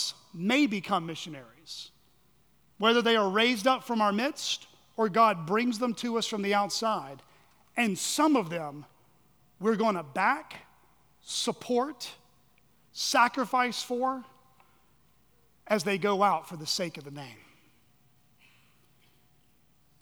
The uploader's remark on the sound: at Chaffee Crossing Baptist Church in Barling, AR.